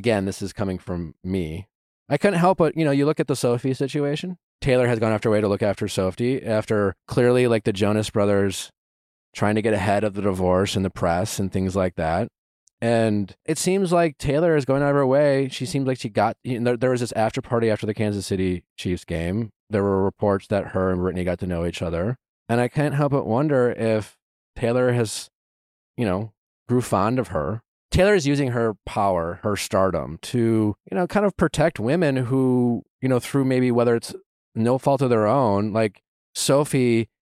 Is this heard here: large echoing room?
no